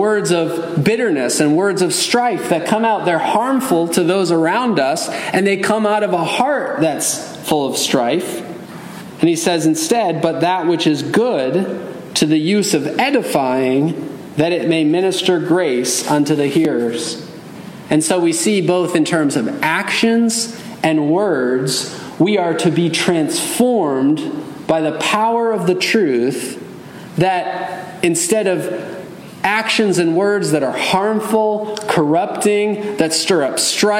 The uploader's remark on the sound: Message delivered Sunday, November 12, 2023 at Mt Carmel Primitive Baptist Church, Bel Air, Maryland.